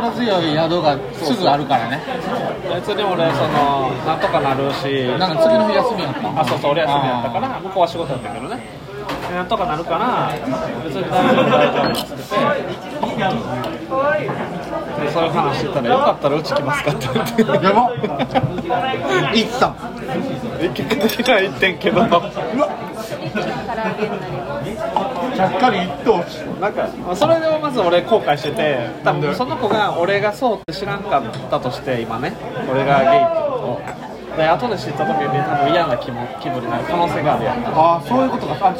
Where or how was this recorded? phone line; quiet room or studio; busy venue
busy venue